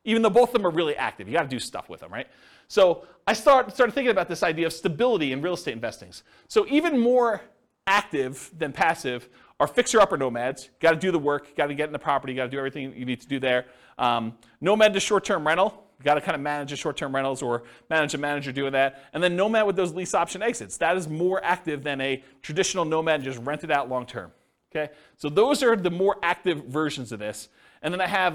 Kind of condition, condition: setting, live audience